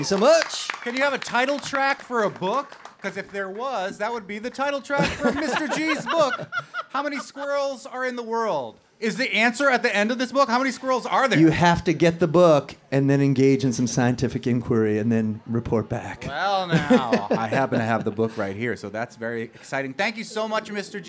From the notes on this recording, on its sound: We did a whole show live from the stage at the NEPM Asparagus Festival in Hadley!